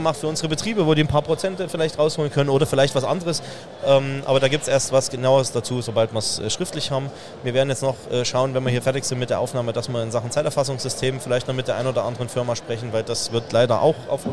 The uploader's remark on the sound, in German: Dort hatte das Bayerische Metzgerhandwerk einen eigenen Stand. Der direkt am Messestand aufgenommen wurde.